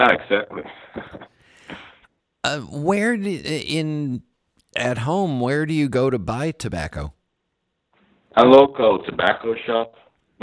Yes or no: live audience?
no